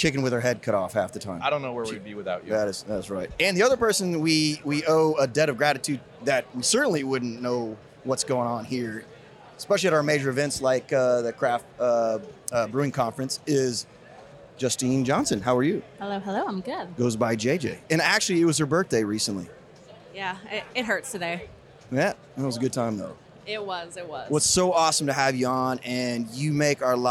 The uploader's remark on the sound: LIVE from CBC. We're LIVE from the tradeshow floor at Craft Brewers Conference 2023 in Nashville!